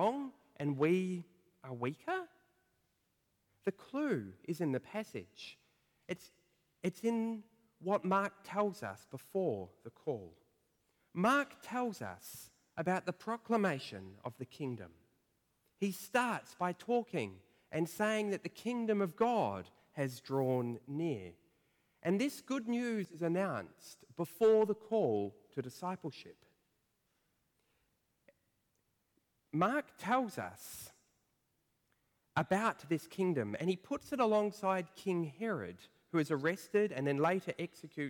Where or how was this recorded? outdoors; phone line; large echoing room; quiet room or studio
large echoing room